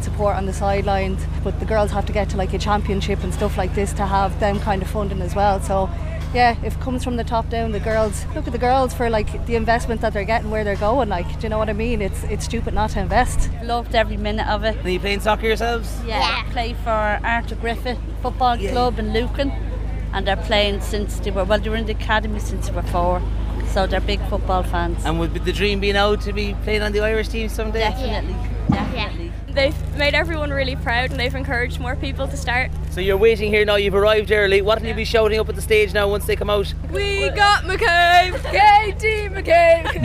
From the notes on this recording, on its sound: Crowds are gathering on O’Connell Street for a homecoming celebration. Live on the Hard Shoulder to capture the atmosphere with fans and players.